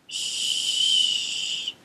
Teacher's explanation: The friction occurs between the back of the tooth ridge and the front of the tongue. The air is pushed through a wider area instead of through a small groove. · the SH sound is produced with the front of the tongue more flat and farther back in the mouth. The friction occurs between the back of the tooth ridge and the front of the tongue.